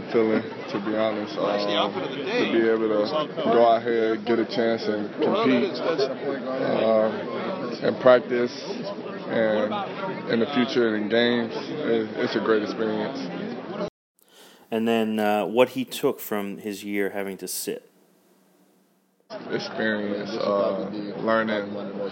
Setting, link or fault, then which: setting, busy venue